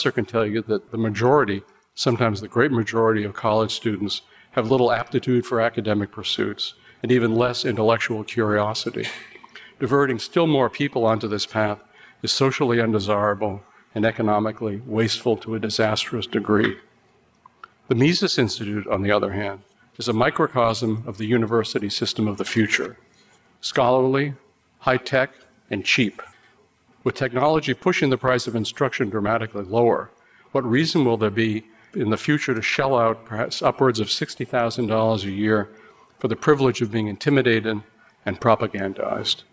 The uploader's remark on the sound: Recorded at the Mises Circle in Houston, Texas.